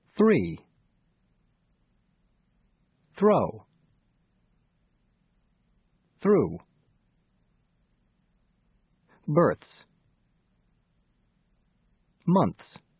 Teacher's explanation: Consonant clusters with the voiceless th might also be difficult. The th sound is a continuant, so you need to sustain the th sound until you say the next consonant.